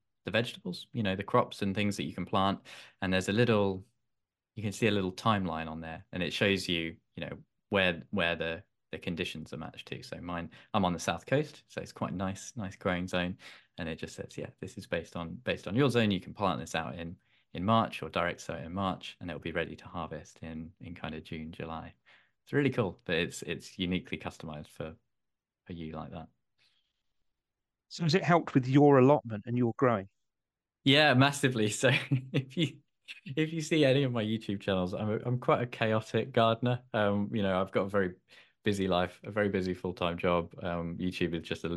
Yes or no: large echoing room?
no